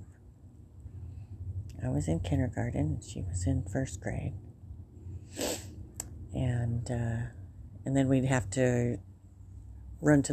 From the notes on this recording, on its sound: I am outside on my front porch enjoying the sun.